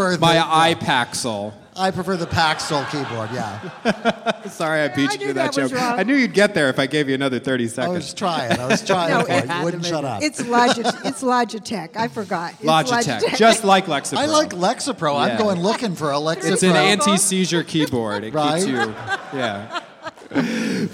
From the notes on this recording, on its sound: MONO. In the first ever “live on location” episode of The Dinner Party Show. LIVE from the floor of Bent Con, the only convention dedicated to celebrating LGBT contributions to pop culture and geekdom.